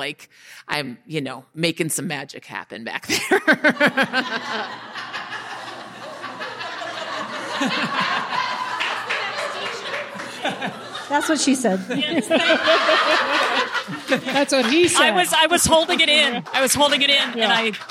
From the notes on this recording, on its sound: Live from the Portland Retreat! In front of a live audience at the Portland Retreat.